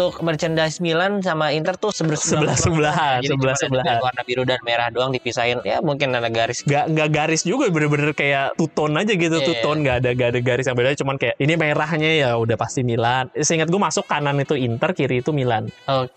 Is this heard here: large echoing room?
no